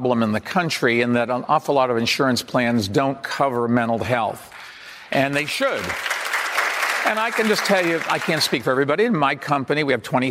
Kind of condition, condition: setting, live audience